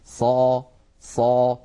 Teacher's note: نجد بأن صوت الصاد يتصعد إلى أعلى الفم لأن هذا هو آه، الاستعلاء الاستعلاء هو تصعد الصوت إلى الحنك